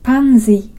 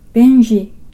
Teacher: パンジのジは口の中の前の方で音を出します。ベンジのジは舌を少し奥に引っ込めてジと発音します。